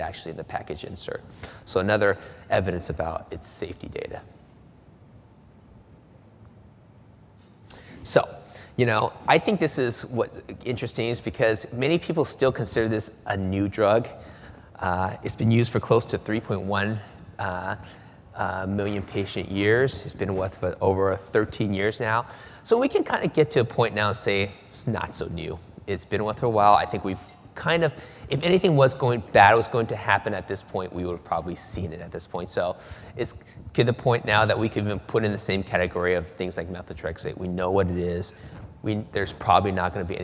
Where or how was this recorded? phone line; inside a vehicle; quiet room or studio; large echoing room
large echoing room